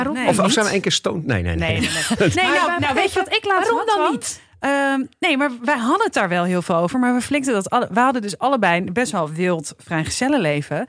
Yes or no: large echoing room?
no